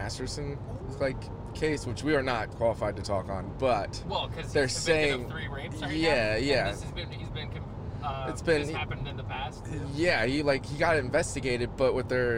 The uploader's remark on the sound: Whatever else pops into their heads while driving. This was recorded in a car so audio quality will have some outside noise. You will know we are in a car.